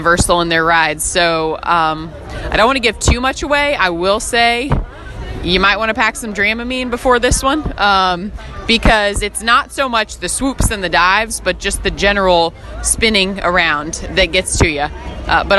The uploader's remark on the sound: Live from the Wizarding World of Harry Potter. Broadcast live from Universal Studios in Orlando, Florida.